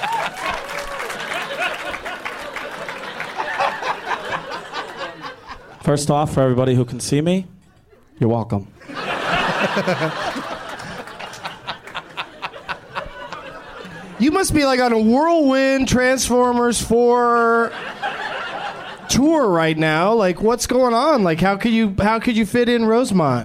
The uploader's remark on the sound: Live from Zanies in Rosemont, IL